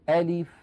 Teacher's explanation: ألف يعني أنطق همزة مفتوحة بعدها لام مكسورة بعدها فاء ساكنة.